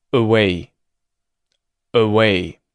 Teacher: So the first and only thing that we do here is turn R into a schwa.